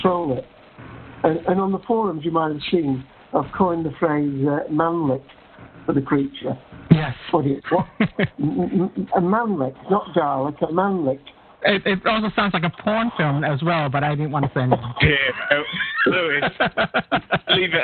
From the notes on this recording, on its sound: With live listener feedback. Recorded live on the net via TalkShoe.